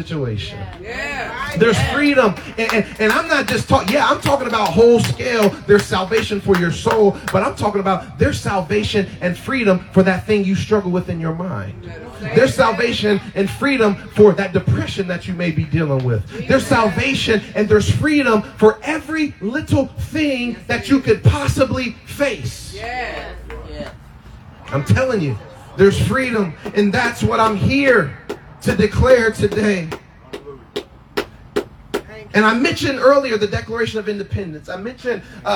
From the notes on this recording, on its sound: Freedom Outside Service